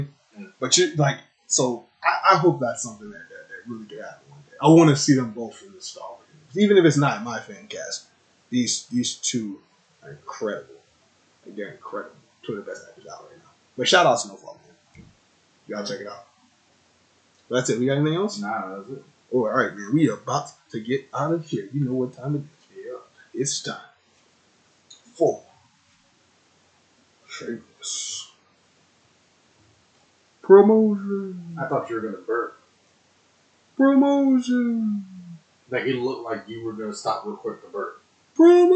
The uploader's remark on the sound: Slight Audio issues in this episode